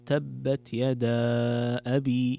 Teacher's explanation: والمد المنفصل يكون مقدار حركتين